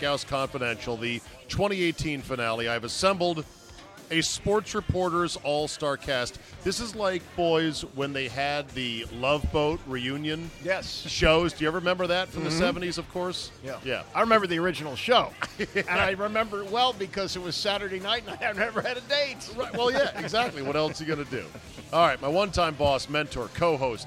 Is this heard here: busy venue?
yes